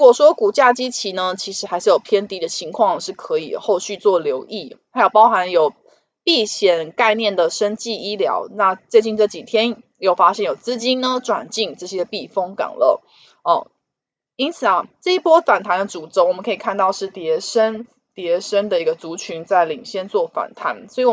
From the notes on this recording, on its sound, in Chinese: 本集有些許雜音，已亟力避免，如有察覺請多多包涵。